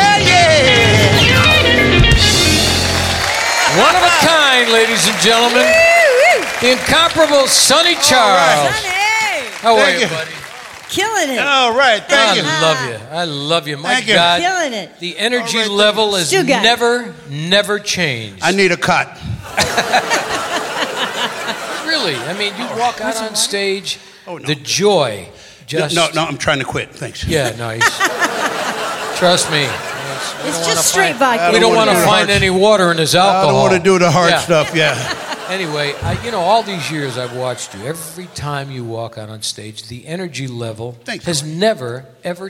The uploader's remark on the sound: Live at the South Point